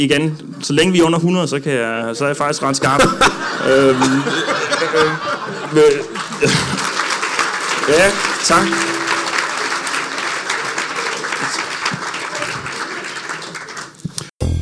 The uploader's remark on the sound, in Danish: LIVE fra Comedy Zoo i Aarhus